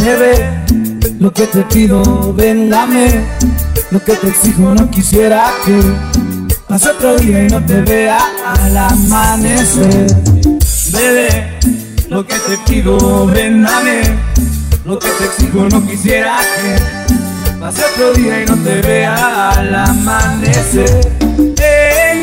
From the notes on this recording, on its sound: The transitions are sloppy cause they are live, but the music is good and the crowd had a great time.